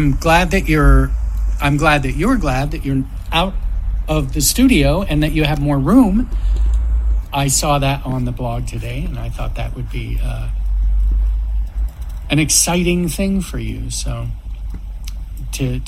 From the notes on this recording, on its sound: I was not prepared, and even started typing over it towards the end when work pinged me. Recorded in Sydney, Australia.